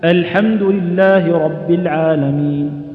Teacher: يعني ورقق همزة الحمد. وينبغي أيضا إظهارها.